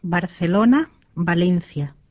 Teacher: B ja V-kirjaimet ääntyvät Espanjassa samalla tavalla, sanan alussa kuten Suomen B.